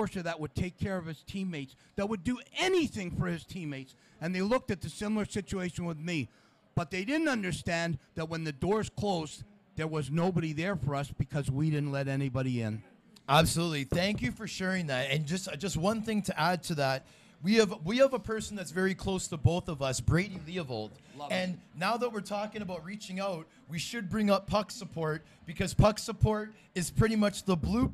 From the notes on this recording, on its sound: Live taping at Bottomline Sports Bar